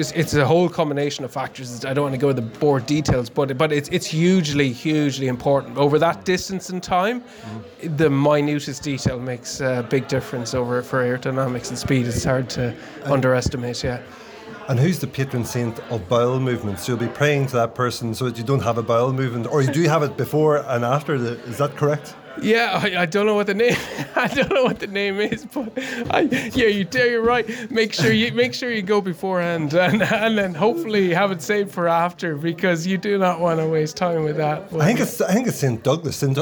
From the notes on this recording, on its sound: a recording from the Galway Bay Cycling Club's Christmas Party in December 2023